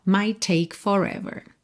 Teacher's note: Might termina em T, take começa em T, você junta num T só.